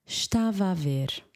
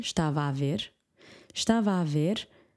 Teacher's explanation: So don't make too much of that single A because the word estava ends with an A, so they sort of merge together.